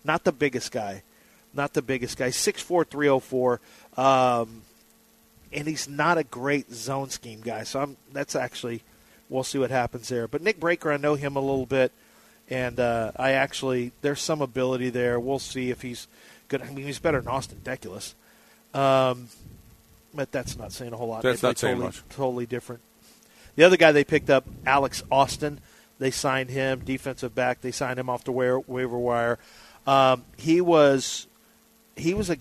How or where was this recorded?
busy venue